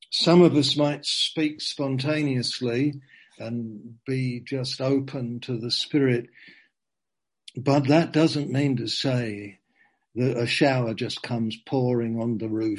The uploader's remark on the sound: Zoom